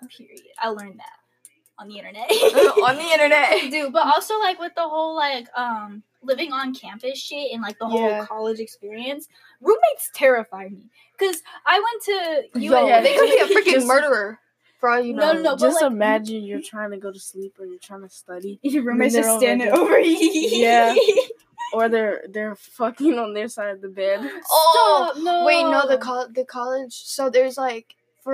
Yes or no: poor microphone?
yes